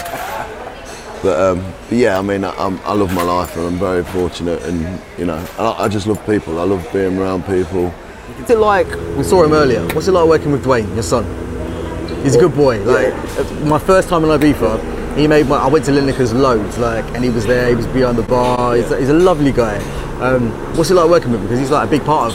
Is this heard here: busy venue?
yes